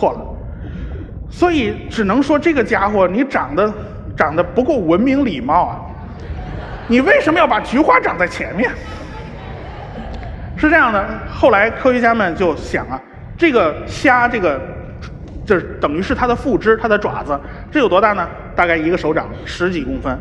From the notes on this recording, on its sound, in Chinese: 在绍兴大剧院举办的《理性的力量》科普演讲会如约而至。一千多位观众到现场参与了这次活动，整个会场都坐的满满的，台下黑压压的坐了一大片。